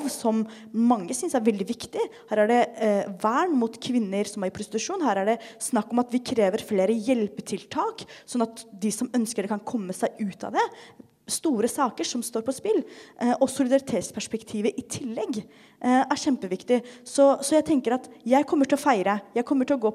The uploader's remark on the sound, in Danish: Live fra Biblioteket